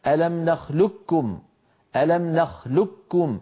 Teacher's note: أما نخلقكم فالقاف نعم مستعلية، لكن العرب استساغوا أن ينطقوها كاف مشددة فيقولون: ألم نخلقكم ألم نخلقكم، فيدغمون القاف في الكاف فيكون النطق بكاف مشددة